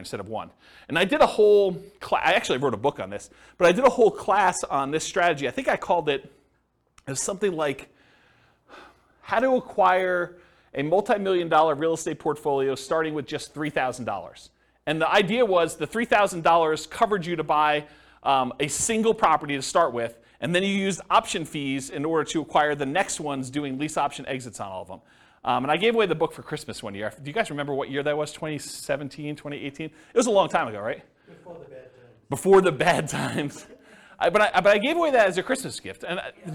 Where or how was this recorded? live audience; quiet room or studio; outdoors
live audience